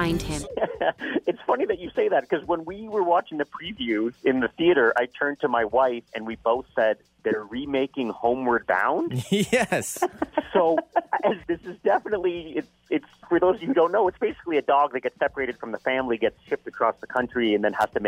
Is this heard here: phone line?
yes